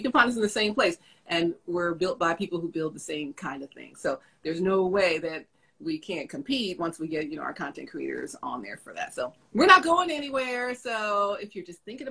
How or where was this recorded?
video call